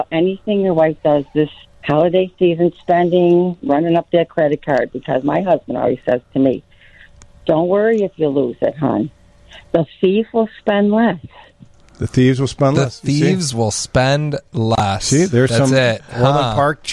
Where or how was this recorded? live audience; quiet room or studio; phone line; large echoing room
phone line